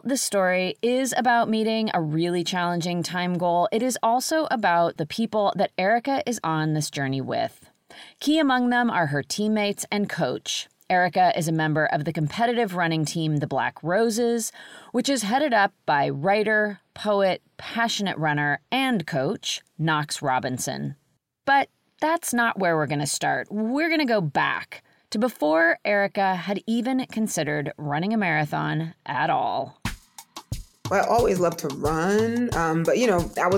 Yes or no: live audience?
no